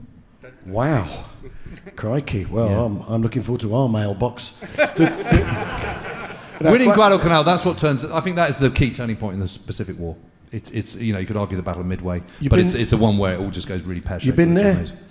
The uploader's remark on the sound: We Have Ways Live from Edinburgh.